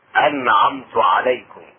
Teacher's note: مخرج العين والحاء وسط الحلق